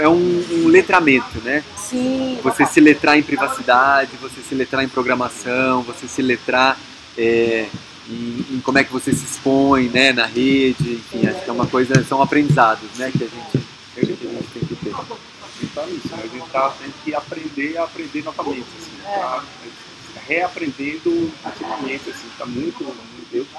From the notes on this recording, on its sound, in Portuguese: Direto do meio da Semana de Inovação. Gravado no meio do burburinho da Semana de Inovação. O som ficou um pouquinho prejudicado desta vez graças às belas fontes do pátio.